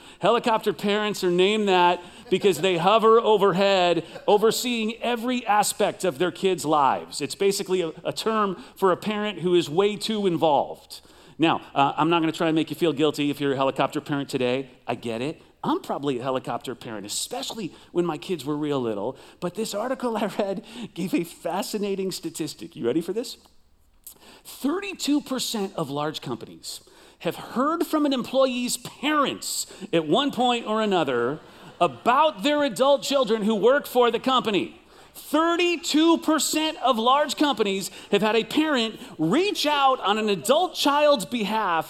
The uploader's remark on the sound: Recorded live at CrossWinds Church